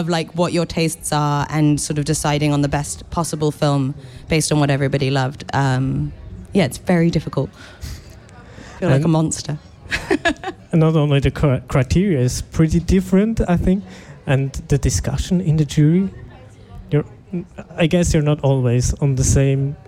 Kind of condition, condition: setting, busy venue